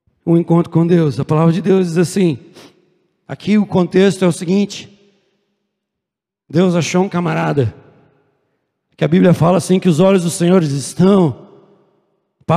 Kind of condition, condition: setting, large echoing room